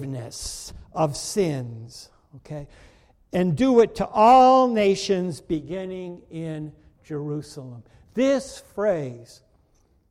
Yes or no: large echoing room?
yes